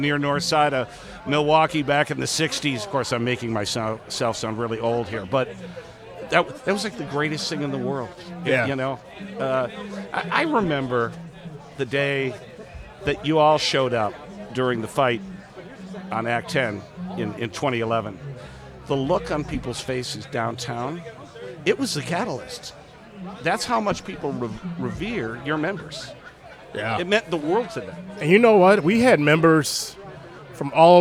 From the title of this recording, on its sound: Live from LaborFest 2023